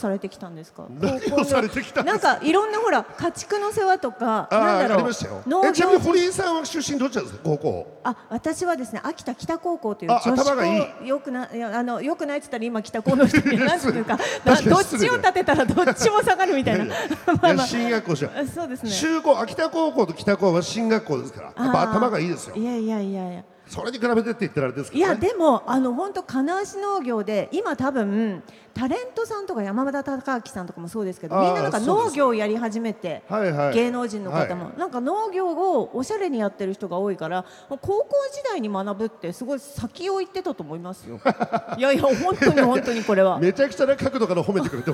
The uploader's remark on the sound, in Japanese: 秋田県内最大級のテーマパーク！？ イオンモール秋田にて公開収録が実現。大勢の観衆を前に、秋田話にも花が咲きました。